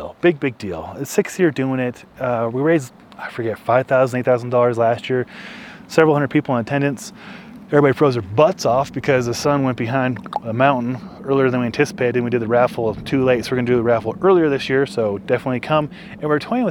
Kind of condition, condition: setting, outdoors